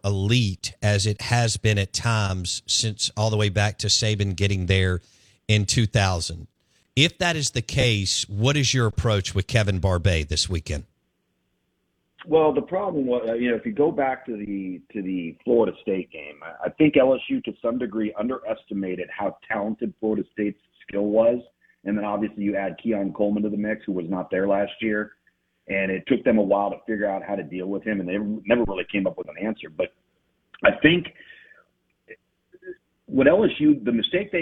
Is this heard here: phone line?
yes